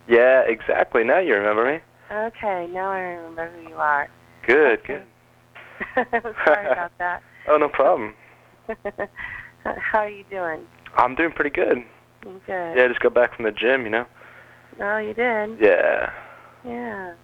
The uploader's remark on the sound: Prank Phone Calls